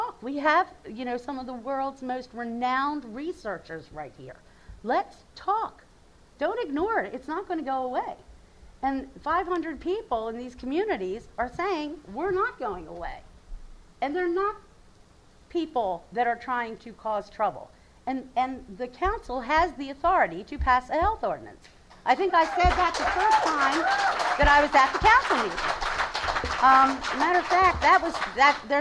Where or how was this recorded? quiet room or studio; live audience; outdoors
live audience